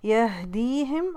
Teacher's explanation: ह की जो आवाज़ है वो निकालिए चेस्ट से